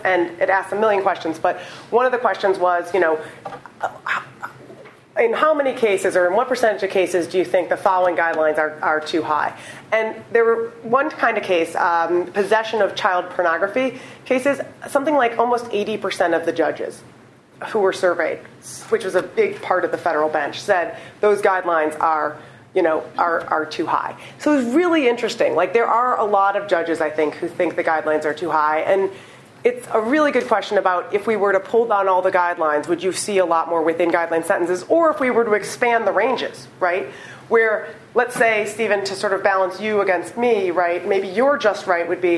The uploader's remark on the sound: Recorded on April 13, 2015, as part of the Chicago’s Best Ideas lecture series.